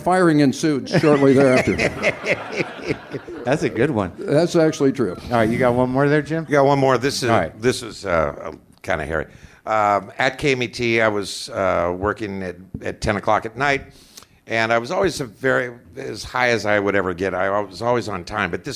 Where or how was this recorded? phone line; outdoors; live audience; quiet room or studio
live audience